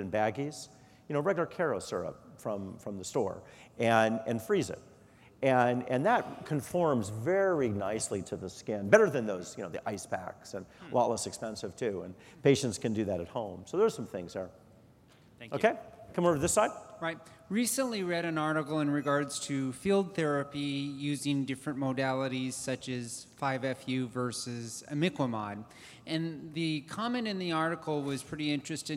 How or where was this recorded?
large echoing room